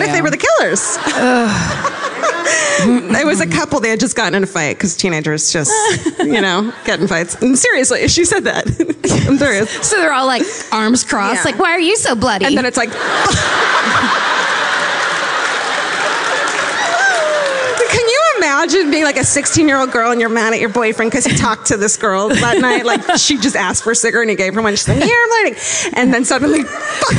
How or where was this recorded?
live audience